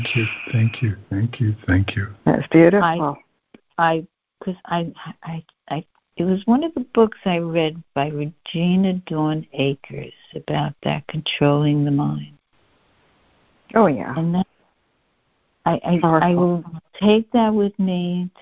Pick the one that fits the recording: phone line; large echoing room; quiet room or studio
phone line